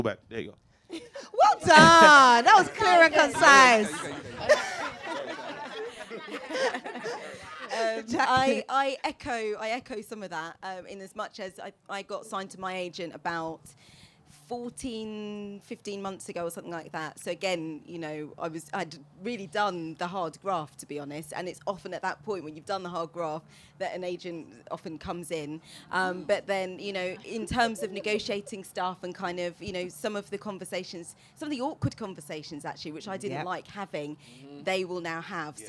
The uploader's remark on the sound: SPECIAL EDITION LIVE from Boxpark Croydon. In this live discussion.